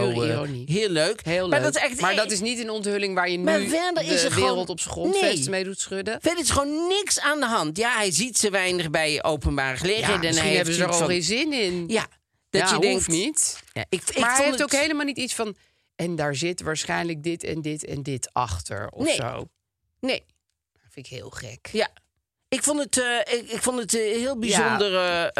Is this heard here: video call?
no